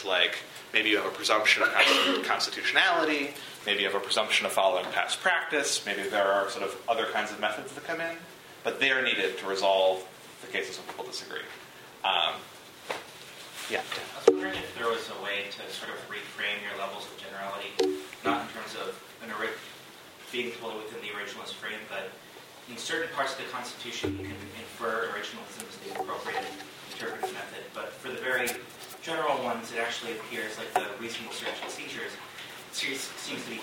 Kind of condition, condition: setting, large echoing room